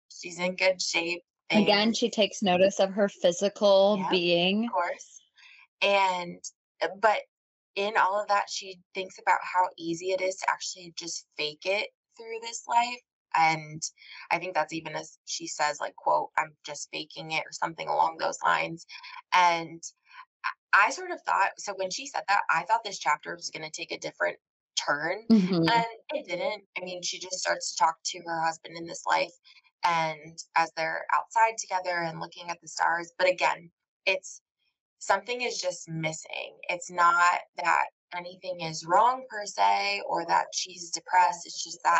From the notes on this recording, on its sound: We made a terrible error in the recording of this episode, and the audio is less than stellar. You'll notice there are sections we have re-recorded for the sake of your ears, but we didn't re-record the whole thing.